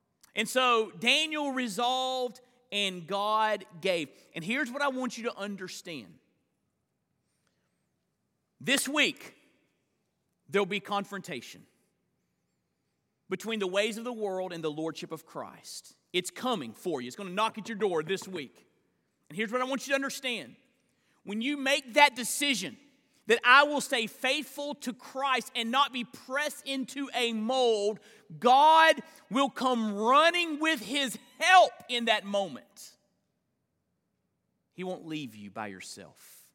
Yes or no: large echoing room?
yes